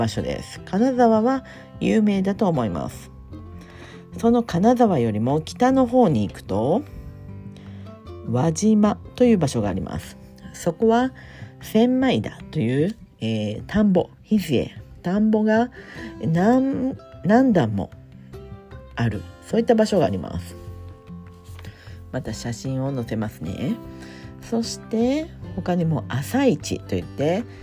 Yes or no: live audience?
no